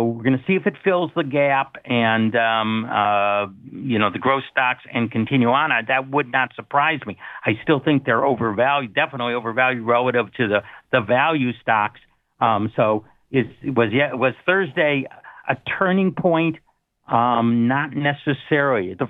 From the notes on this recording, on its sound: Calls in live from his cruise.